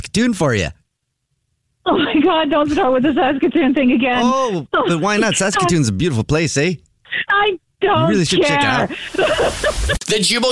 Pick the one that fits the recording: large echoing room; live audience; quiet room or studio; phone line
phone line